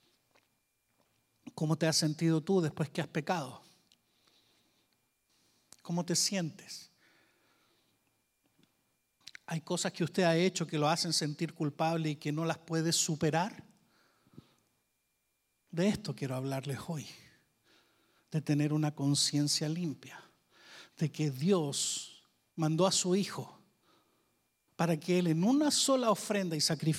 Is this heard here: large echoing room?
yes